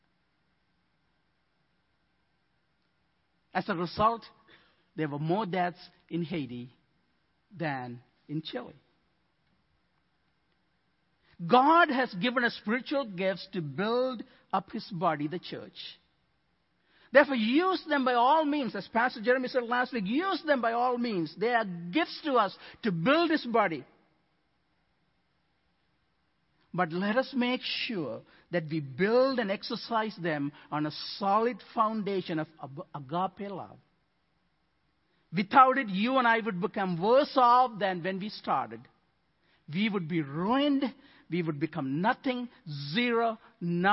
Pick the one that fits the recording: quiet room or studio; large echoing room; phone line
large echoing room